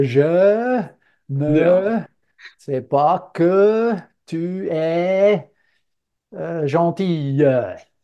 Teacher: Die haben oft die Tendenz am Schluss des Wortes, das E, also das Ö, zu verlängern.